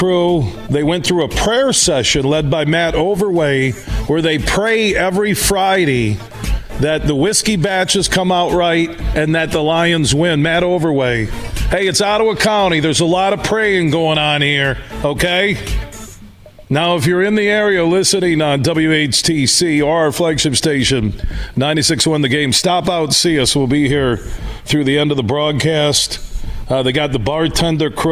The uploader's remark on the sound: we're broadcasting live from the Coppercraft Distillery in Holland